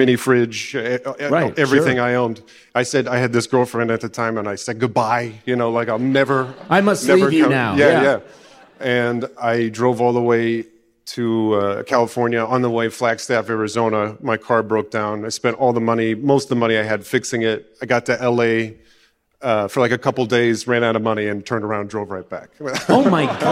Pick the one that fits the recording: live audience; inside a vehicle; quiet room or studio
live audience